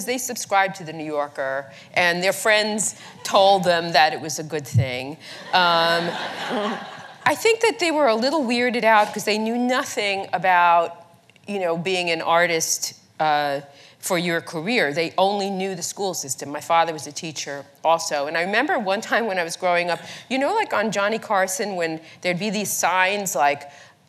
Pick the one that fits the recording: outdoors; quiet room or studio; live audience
live audience